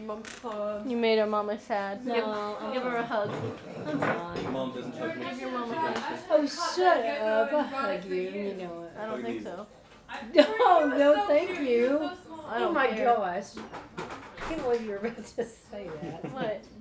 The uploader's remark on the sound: There is a lot of ambient noise in this one! Pretend that you are sitting in the living room watching football while we bake a cake in the other room.